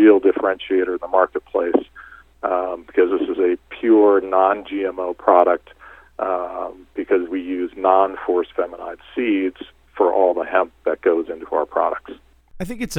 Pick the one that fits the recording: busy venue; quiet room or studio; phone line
phone line